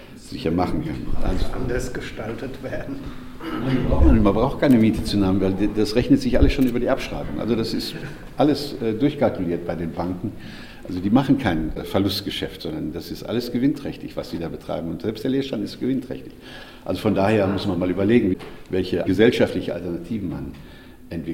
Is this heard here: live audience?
yes